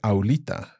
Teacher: the stress is no longer on the aula